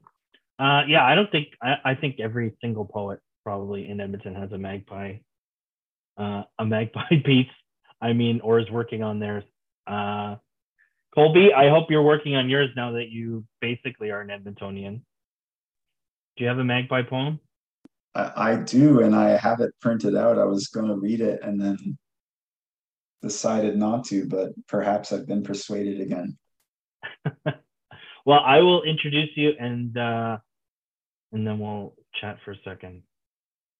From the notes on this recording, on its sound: The event was rained out but the writers were kind enough to jump on a Zoom to be recorded and shared with you now.